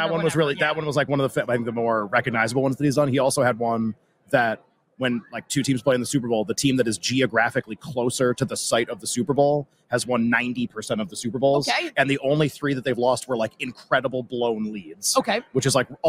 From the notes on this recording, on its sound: LIVE from Radio Row in Las Vegas.